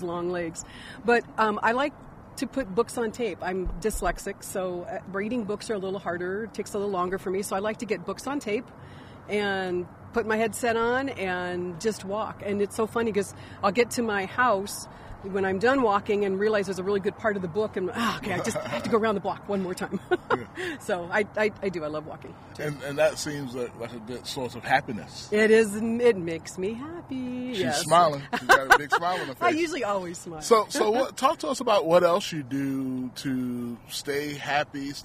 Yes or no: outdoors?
yes